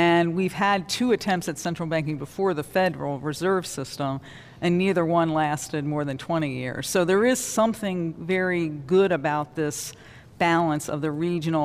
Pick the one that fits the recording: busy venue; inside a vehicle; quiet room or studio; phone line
busy venue